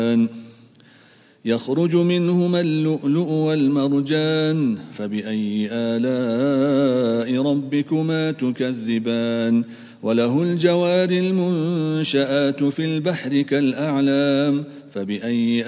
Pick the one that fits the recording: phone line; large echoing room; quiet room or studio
large echoing room